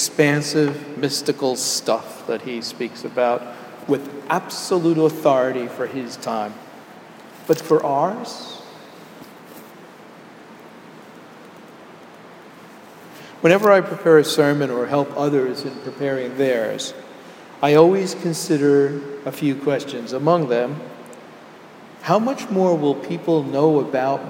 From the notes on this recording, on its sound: Sermon delivered at Jan Hus Presbyterian Church and Neighborhood House